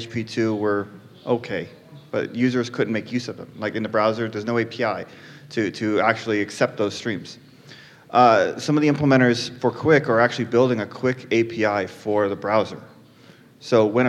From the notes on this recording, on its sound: LIVE from NodeConf Colombia. A live show at NodeConf Colombia with a panel of 4 experts from the Node community.